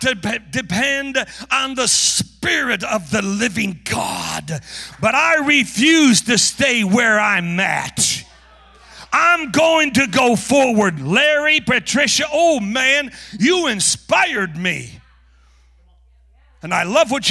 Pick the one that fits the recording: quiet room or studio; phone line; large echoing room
large echoing room